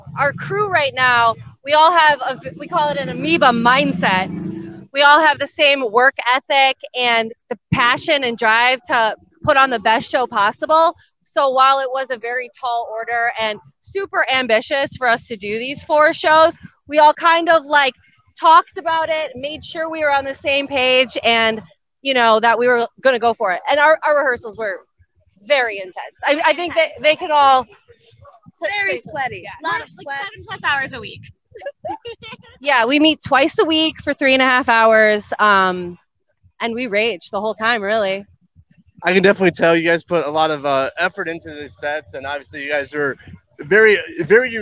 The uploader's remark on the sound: SCR Live at Motoblot